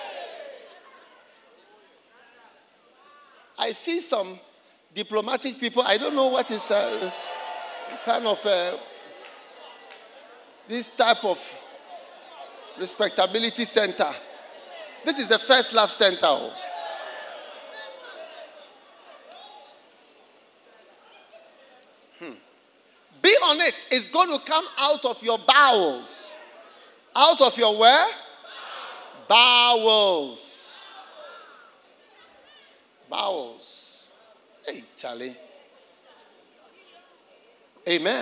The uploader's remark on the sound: Preached at the First Love Experience Service, Accra.